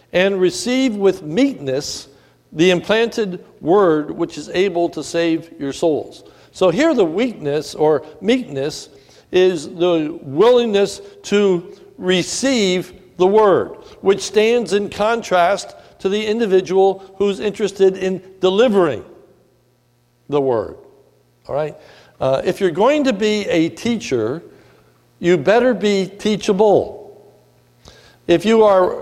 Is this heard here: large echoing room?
yes